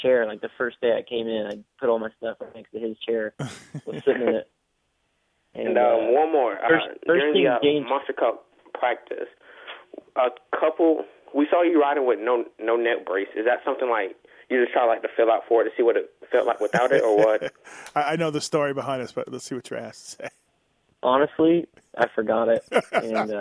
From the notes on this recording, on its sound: In Studio. On the phone tonight. Phones.